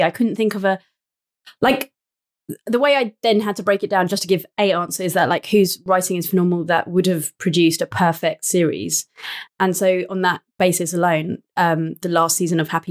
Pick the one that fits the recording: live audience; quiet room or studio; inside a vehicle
quiet room or studio